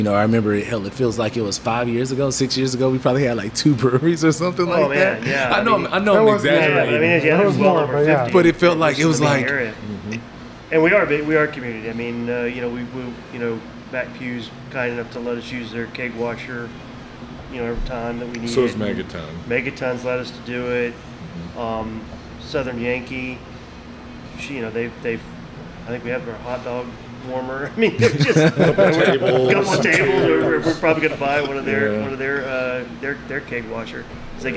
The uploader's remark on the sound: we recorded at DECA Brewing in Porter, TX